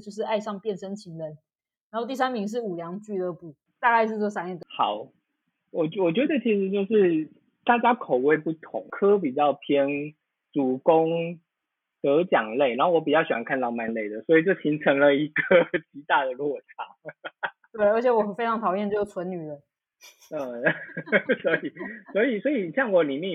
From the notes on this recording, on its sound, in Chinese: 首次搭檔錄音。第一次錄影，音質不好，請見諒！